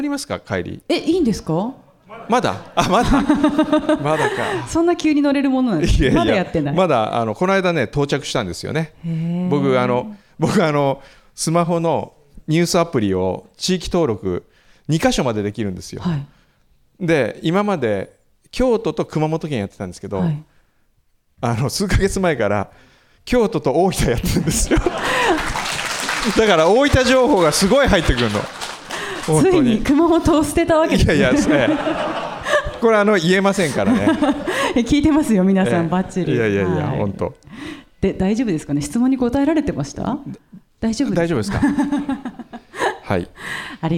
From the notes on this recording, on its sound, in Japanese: サンポス初の公開収録ディレクターズ・カット版！JR由布院駅にある「アートホール」で行った模様。